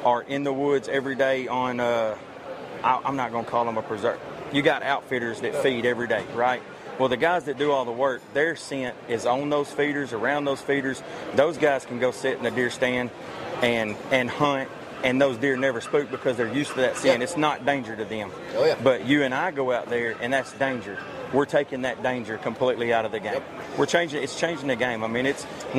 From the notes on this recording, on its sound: 40th Annual World Deer Expo. This is the audio from the World Deer Expo we went.